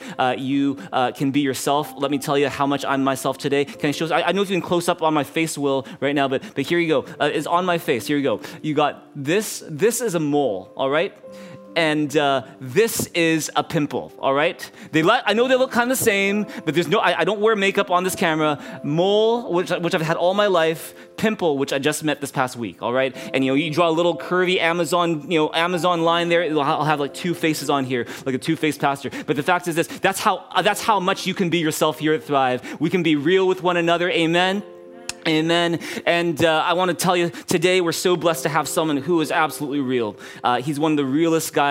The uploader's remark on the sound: Streamed on January 9, 2022 at THRIVE Church Vancouver, Canada